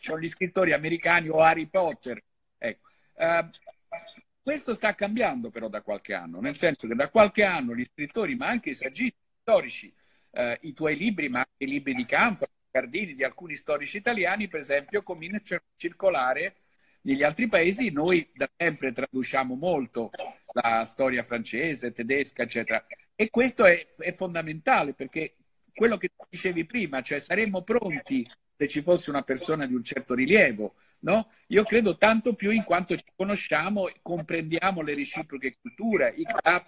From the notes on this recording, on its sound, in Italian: in videochiamata